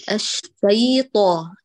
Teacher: أي طا، لا تقطعي صوتها وتعملي بينها وبين الطاء سكتة، اجعلي صوتها، حافظي على كونها لينة الرخوة، يجري الصوت طواعية، ثم عند بلوغك حرف الطاء يبتر الصوت ذاتيا. الشيطان، لا تتعمدي أنت قط.